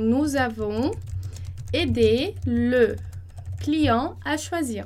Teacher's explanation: E aqui, como o EB começa com vogal, a gente vai fazer a liaison entre a pessoa e o verbo avoir